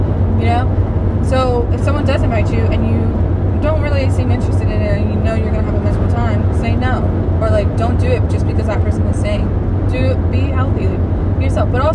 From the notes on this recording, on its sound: mostly just rant in my car